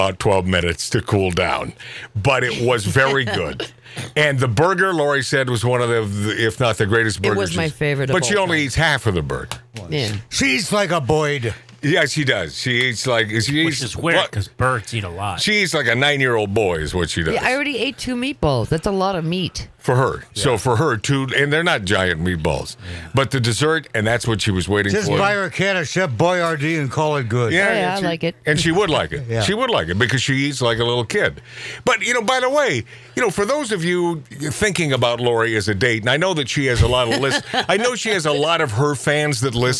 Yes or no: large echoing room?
no